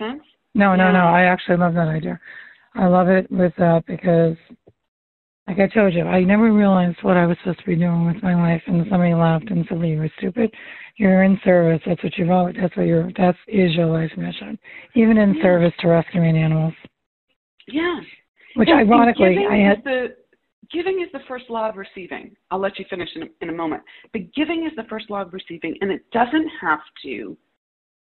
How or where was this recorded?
phone line